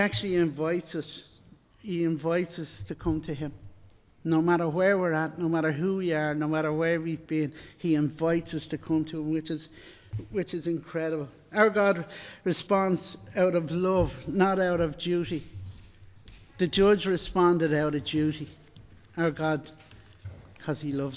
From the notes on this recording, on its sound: Recorded live in Liberty Church on 29 January 2023